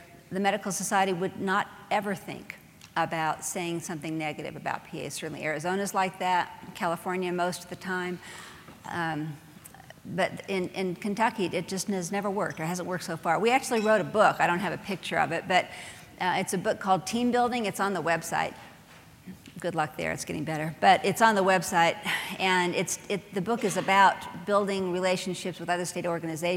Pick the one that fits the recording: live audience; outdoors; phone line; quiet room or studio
live audience